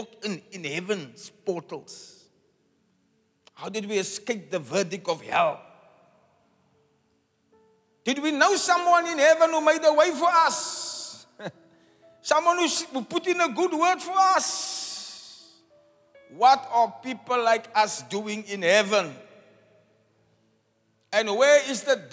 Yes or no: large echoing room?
yes